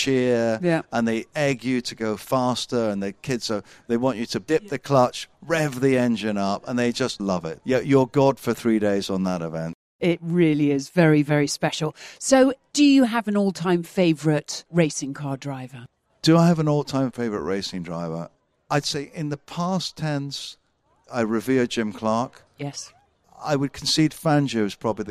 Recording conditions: busy venue